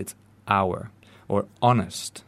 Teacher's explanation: These words are not pronounced with h · Term: completely silent H